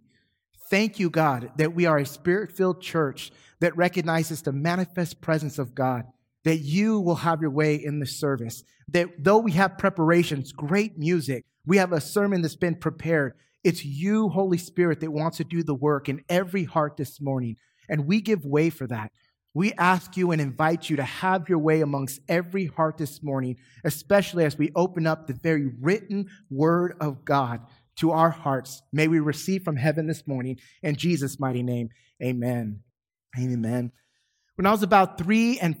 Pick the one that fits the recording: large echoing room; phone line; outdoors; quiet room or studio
large echoing room